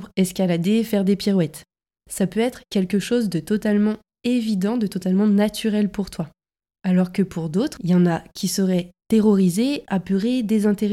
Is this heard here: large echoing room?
no